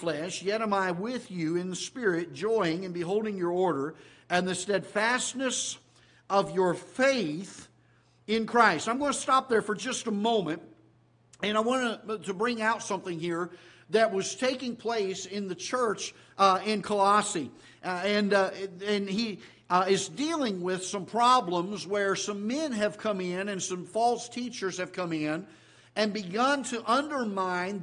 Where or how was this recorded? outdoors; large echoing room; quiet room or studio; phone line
large echoing room